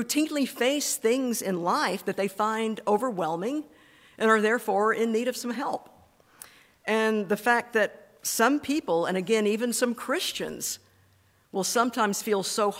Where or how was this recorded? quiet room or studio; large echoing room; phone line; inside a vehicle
large echoing room